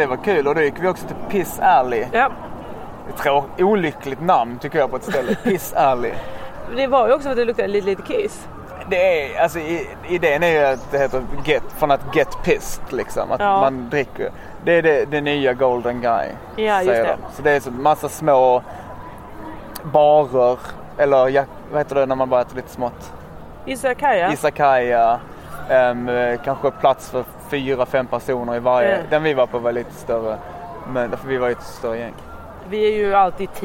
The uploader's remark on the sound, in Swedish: Vi är i Tokyo, sumimasen för att ljudet är så kantat av asiater som talar sitt vackra språk rätt in i örat. Jag har blivit jätteförkyld så det är inte mycket kul ni får ur mig.